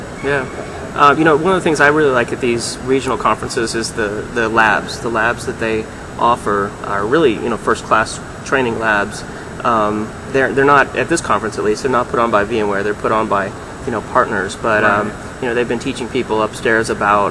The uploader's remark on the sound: Live from the Charlotte VMware User Group. Record LIVE from the Charlotte, NC regional VMware user group meeting (VMUG). This was no ordinary VMUG with 700+ attendees, live labs, and expert speakers.